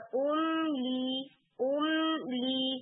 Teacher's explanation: و ام لی لہم، ام نہیں، و ام لی، ام لی، بالکل آواز ختم ہو جائے گی، پھر آپ لام کو سٹارٹ کریں گے